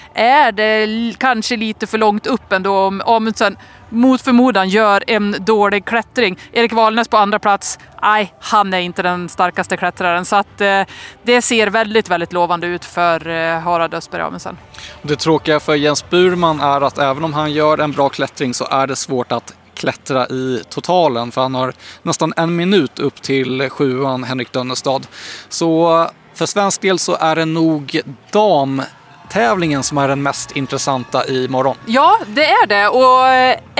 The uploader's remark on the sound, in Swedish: Vi summerar den sjätte etappen av Tour de ski, från målfållan i Val di Fiemme där snön vräker ner. Träffas av en snöboll mitt under inspelning (väldigt bra kast!).